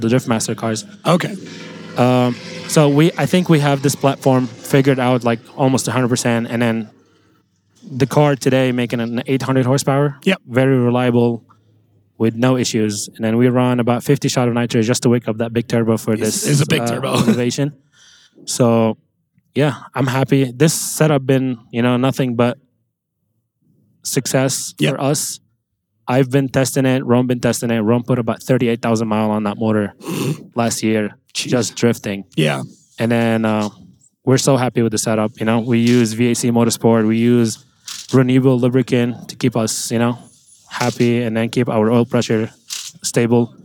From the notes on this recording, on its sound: This week we are live from Salt Lake City Utah, for the Pro Spec Finals.